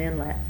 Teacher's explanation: And I would pronounce both syllables about the same.